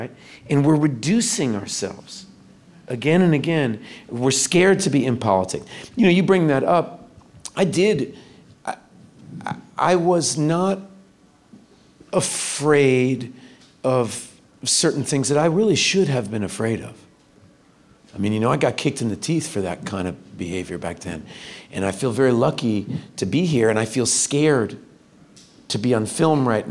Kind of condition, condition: setting, live audience